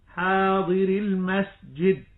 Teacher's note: والياء مثل حاضر المسجد، فعند الوقف حاضري، المد ثابت، وعند الوصل تحذف الياء تخلصا من التقاء الساكنين · Term: ثابت وقفا لا وصلا